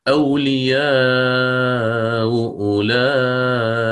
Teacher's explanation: المضمومتان والمكسورتان يتعامل معهما الإمام البزي بنفس الطريقة، فيسهل الأولى ويحقق الثانية · Term: بالتسهيل